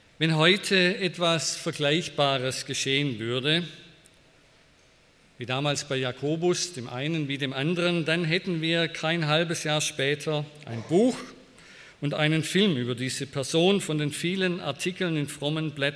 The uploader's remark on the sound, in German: bei einer Veranstaltung der Liebenzeller Mission